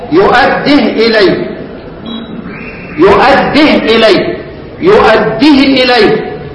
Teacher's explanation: بمد الواو او الياء التي تولدت عن الاشباع · Term: مد منفصل